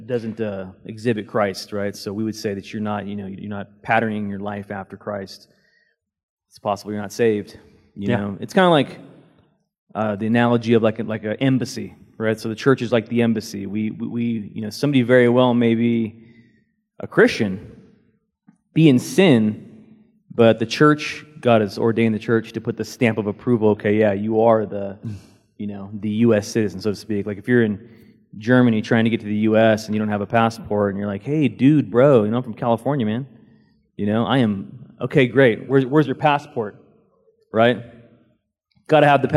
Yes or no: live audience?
yes